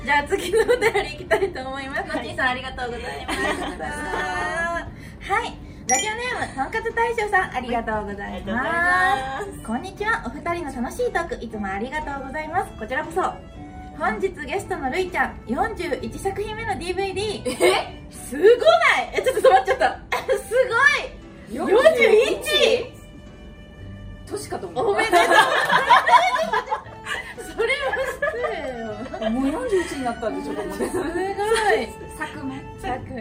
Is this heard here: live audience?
yes